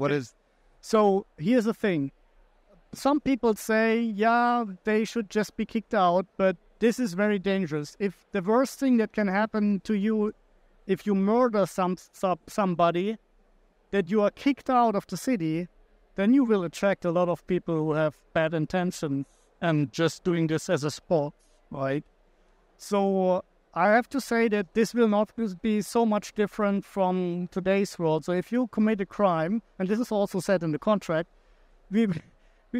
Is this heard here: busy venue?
yes